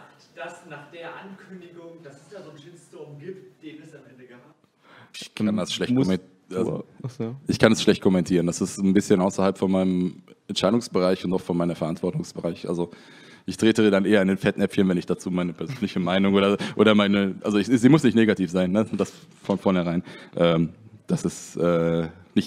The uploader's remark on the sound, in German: Für die diesjährige Connichi haben wir uns etwas ganz Besonderes überlegt. Dies ist die nachbearbeitete Aufzeichnung auf unseren Kanälen mit Trailern und den Fragen des Publikums.